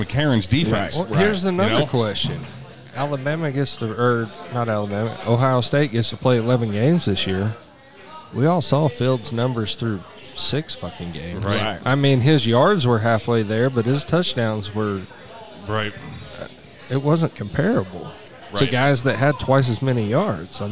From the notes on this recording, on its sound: from Neds Starlight Lounge in Oklahoma City